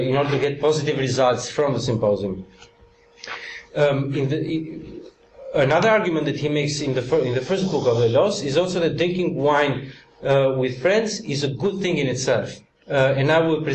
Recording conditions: large echoing room